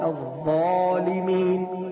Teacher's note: يبقى تخرج الاحرف الثلاثة الضاء والذال والثاء من التقاء اطراف الاسنان العليا على ظهر طرف اللسان مع الاستعلاء في الضاء